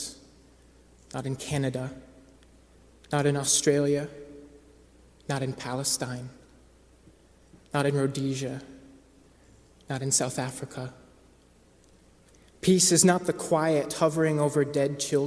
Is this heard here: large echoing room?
yes